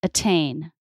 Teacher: So this might be a stressed syllable that's not the first syllable in the word, like the word attain. There, the T sound is in the middle of the word, but it's at the beginning of a stressed syllable, so it's a true T.